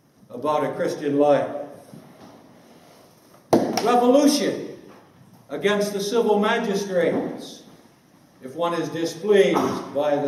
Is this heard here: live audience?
yes